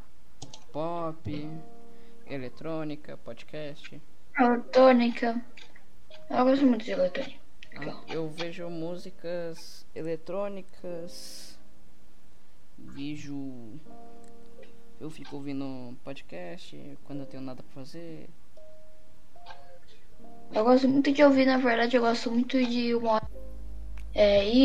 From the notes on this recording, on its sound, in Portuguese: Desculpa pela Qualidade pq meu fone é ruim e minha Internet estava ruim